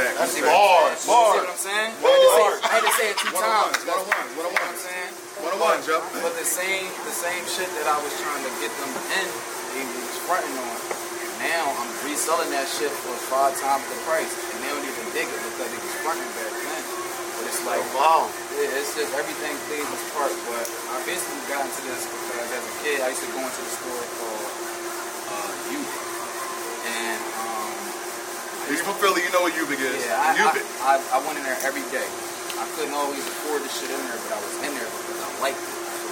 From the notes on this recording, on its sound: On Location At The Wissahickon Bar And Bistro 5109 Rochelle Ave. Philadelphia, PA 19128.